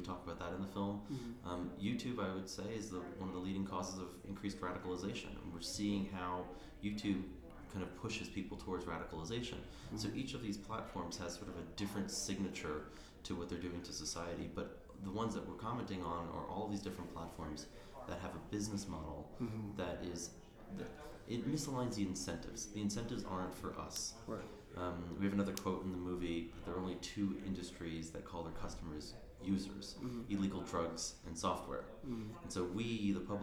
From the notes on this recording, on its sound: Cinemania Live Interview. From the Sundance Film Festival.